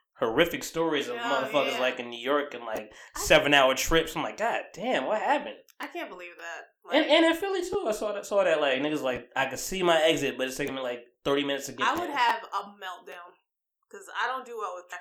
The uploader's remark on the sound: Apologies for the crackling mics. Volume was a little too loud for the setting...